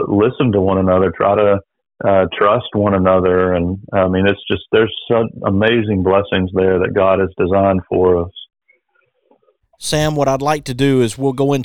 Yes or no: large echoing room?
no